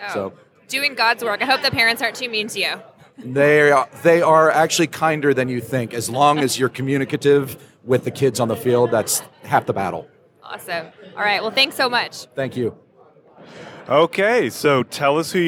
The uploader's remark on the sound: During the NASCIO Annual Conference in Minneapolis. Interviewed nine attendees.